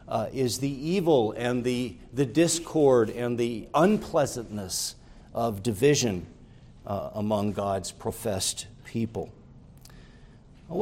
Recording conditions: large echoing room